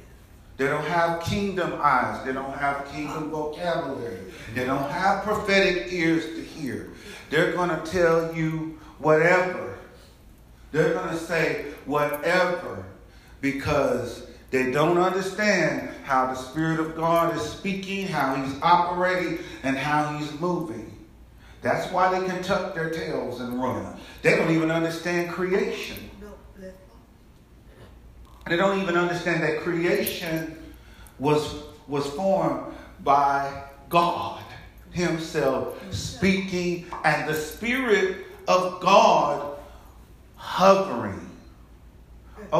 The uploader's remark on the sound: Message delivered to Rock of Salvation Church